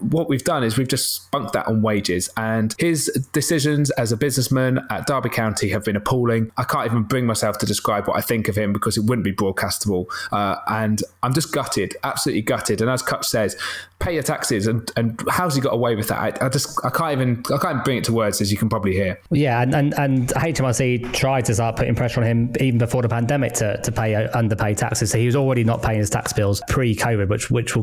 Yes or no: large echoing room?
no